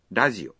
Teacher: o R de rádio é pronunciado como L